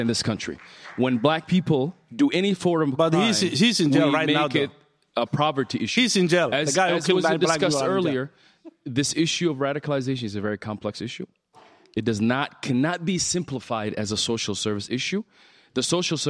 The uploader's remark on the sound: In front of a live audience